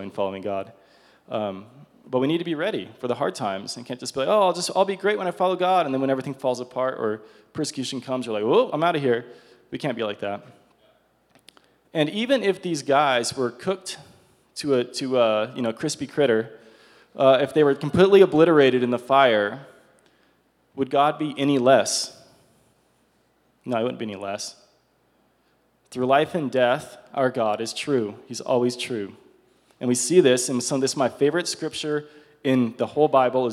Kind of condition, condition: setting, live audience